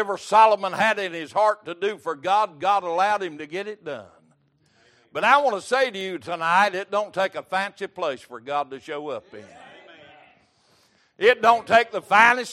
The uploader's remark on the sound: Recorded May 17, 2023 - Wednesday Evening Service